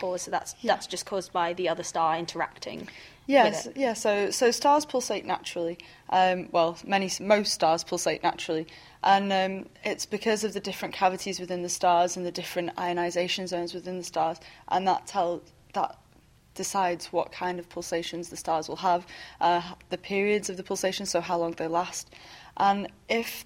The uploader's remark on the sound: We bring you four bite-sized chunks of the National Astronomy Meeting in Manchester, recorded each day during the conference. Joint UK-Germany meeting.